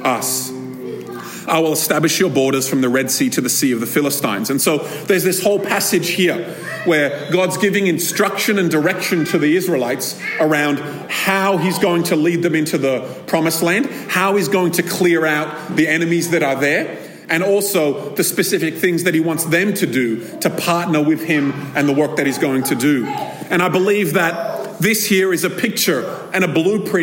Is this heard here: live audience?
yes